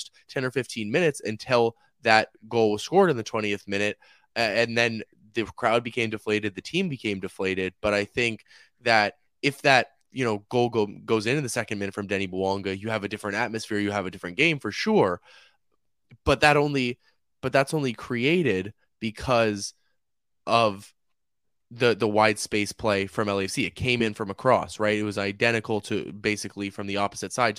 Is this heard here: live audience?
no